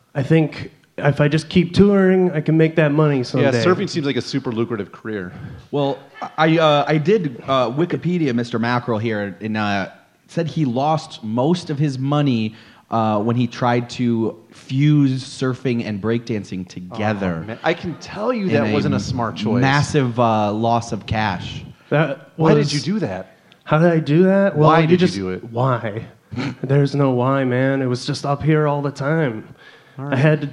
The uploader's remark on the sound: LIVE from the Ant Hall! Recorded LIVE at the Planet Ant Podcasts official launch party.